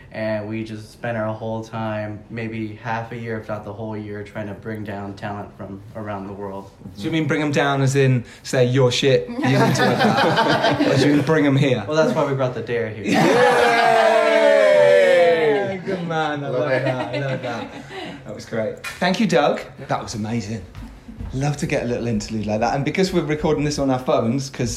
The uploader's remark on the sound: After the Screening at Popcorn Frights Film Festival in Miami. LIVE from Popcorn Frights Film Festival in Miami.